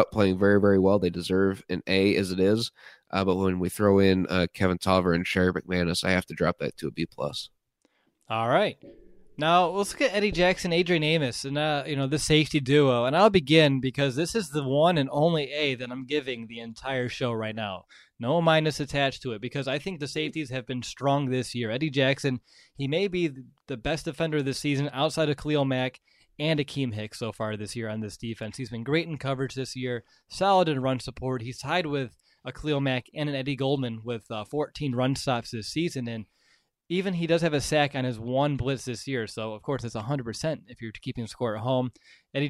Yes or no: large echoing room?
no